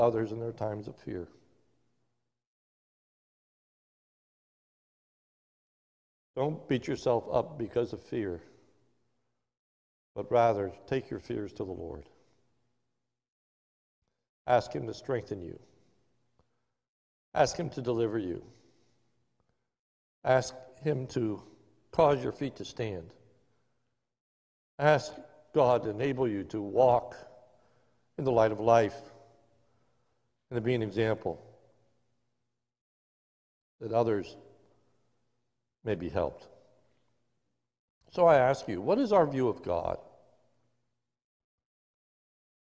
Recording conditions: large echoing room